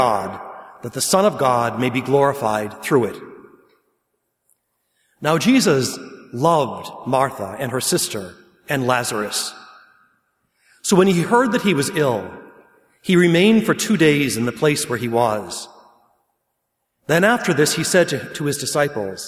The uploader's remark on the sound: Mass for the 5th Sunday of Lent, recorded at St. John the Evangelist Church.